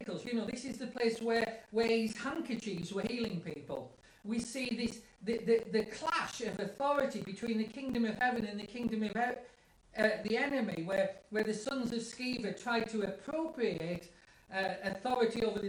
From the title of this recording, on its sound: house church live feed